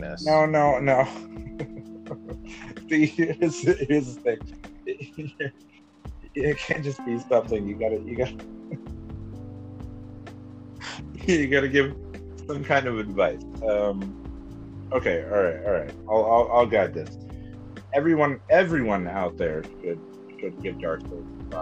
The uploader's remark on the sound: Pardon the audio